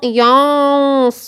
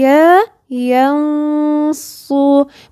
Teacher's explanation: الياء دي يا ينصو مفهاش تفخيم ولا فيها غنة · Shown in: second take